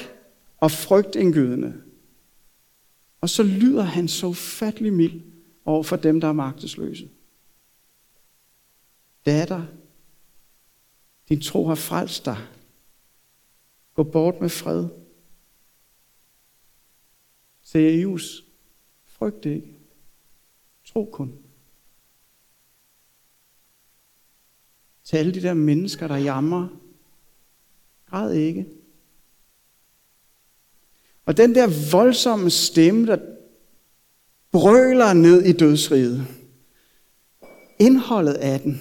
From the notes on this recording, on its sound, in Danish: prædiken er optaget fra Københavnerkirken